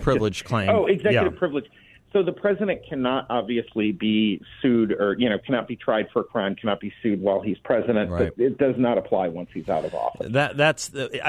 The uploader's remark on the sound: by phone for the full hour